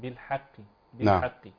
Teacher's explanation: الصحيح أن ننطق بترقيق الحاء وتفخيم القاف تفخيما نسبيا